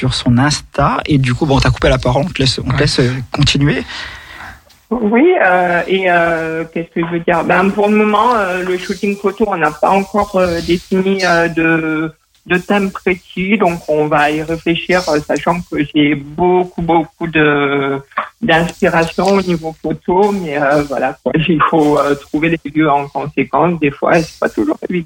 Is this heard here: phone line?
yes